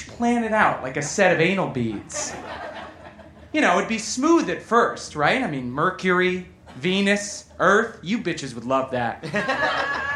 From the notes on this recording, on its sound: Recorded live at The Virgil in Los Angeles, December 20, 2015.